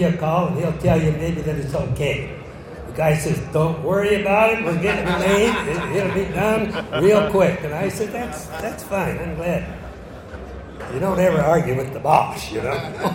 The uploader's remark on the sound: Recorded at the 2016 Muscle Car and Corvette Nationals in Chicago. This interview was a special stage presentation.